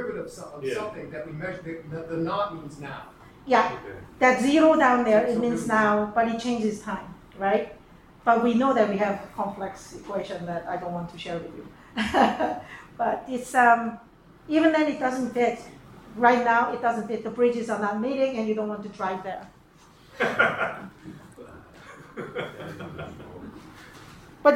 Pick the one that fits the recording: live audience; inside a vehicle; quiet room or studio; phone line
live audience